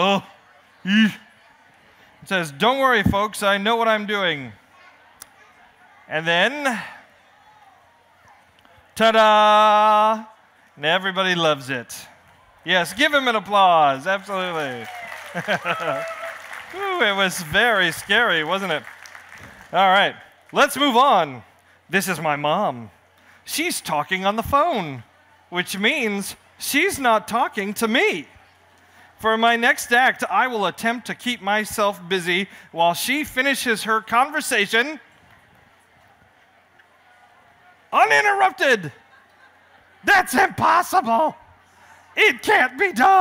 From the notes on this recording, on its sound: appears on the Family Storytelling Stage at the 2012 Library of Congress National Book Festival